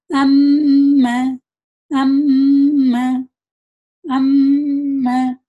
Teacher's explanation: تھوڑا آواز ٹھہرا دے ناک کے اندر اور پھر آواز نکالے گنگنی سی جیسی آواز ہونی چاہیے · Term: گنہ